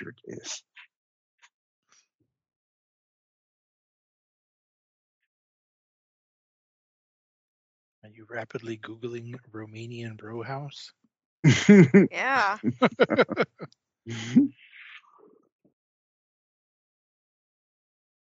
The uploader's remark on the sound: Skype of Cthulhu